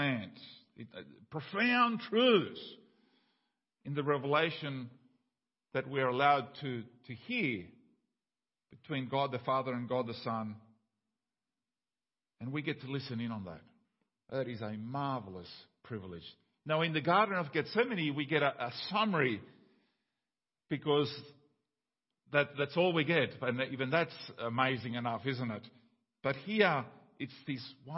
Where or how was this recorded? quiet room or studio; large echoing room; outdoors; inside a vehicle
large echoing room